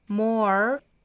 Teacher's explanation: your enemies stand up to your enemies 后面。But a great deal more 卷舌 or 发完了这个 o 之后去卷舌头 more to stand up to your friends 这个 your 同样是要卷舌头的 your friends 同样我们要注意这个词要弱读啊 to